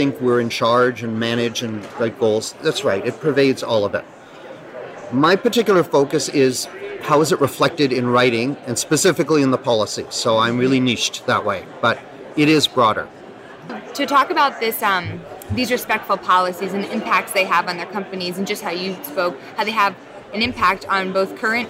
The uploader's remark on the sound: Live at ARMA InfoCon.